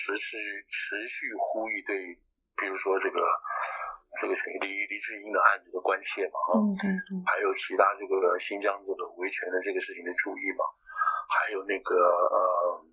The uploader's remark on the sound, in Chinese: 對不起，音質應該下次就會改善了